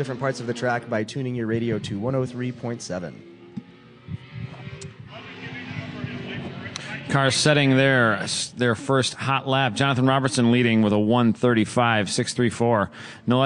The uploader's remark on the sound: Announcing at #GRIDLIFE Track Battle Round 3 at Autobahn Country Club and driving a Spec Fit while at Honda Meet at Gingerman. Holding a mic in one hand and steering with the other.